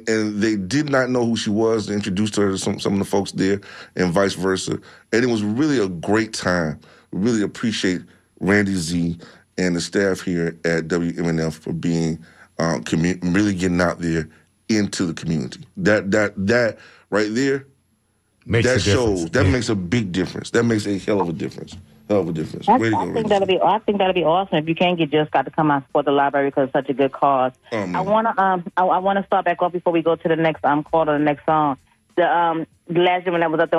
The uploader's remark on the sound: unique magazine format call-in show